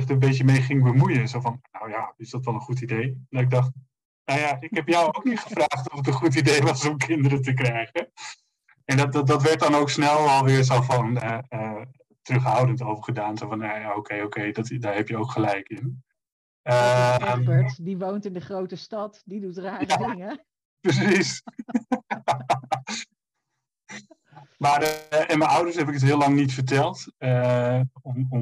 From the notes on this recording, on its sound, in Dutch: Helaas slechte geluidskwaliteit